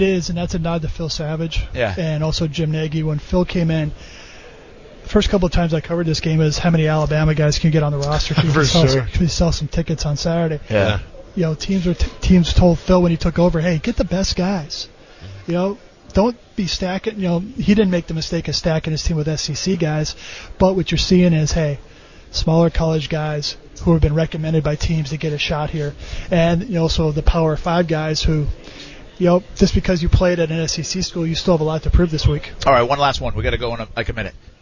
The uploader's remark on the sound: Live from The Senior Bowl.